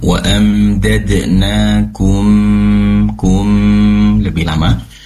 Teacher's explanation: Kemudian juga ikhfa-nya didengungkan lebih lama